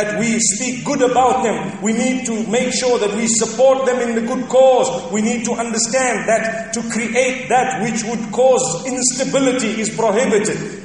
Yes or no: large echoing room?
yes